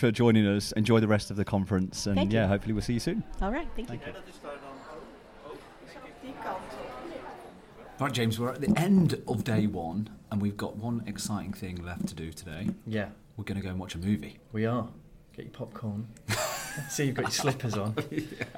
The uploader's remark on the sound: Live from IFC 2023